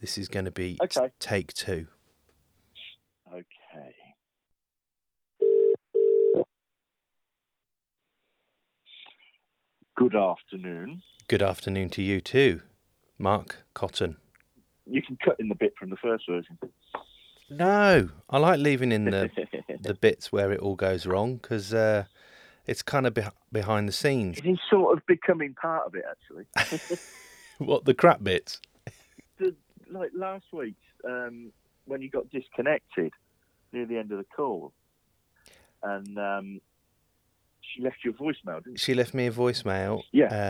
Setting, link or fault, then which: link, phone line